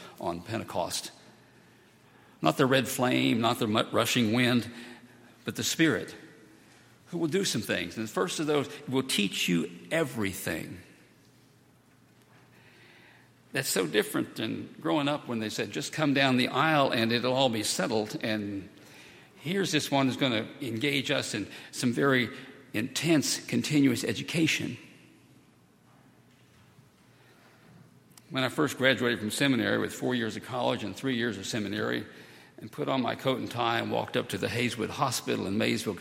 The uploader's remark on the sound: at Highland Baptist Church